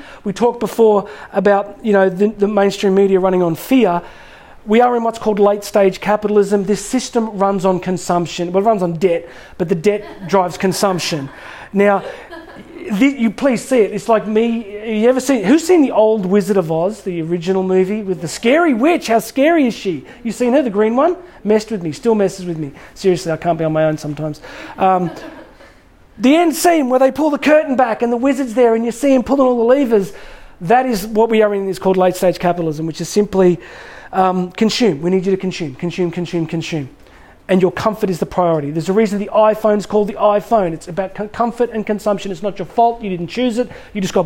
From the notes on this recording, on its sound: In this live recording for a large group of students.